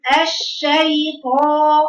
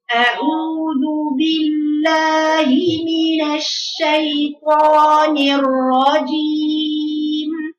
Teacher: مخرج الطاء طرف وسقف فوق، تعملي اطباق فوق، كل الصوت ماشي منحصر عن سقف الحنك · Shown in: second take · يبقى المفروض وشفايفك مالهاش دعوه بالاشماغ بالضمه.